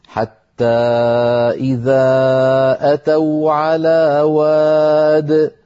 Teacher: وادي النمل أيضا في آخرها ياء حذفت، فإن وقفنا اضطرارا أو اختبارا نقول حتى إذا أتوا على واد من غير ياء في آخرها